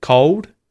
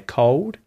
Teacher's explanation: this is where the lips round, they kind of round inwards to make a oo kind of sound instead of pronouncing the L · Shown in: first take · when there's no vowel after the L. · Term: dark L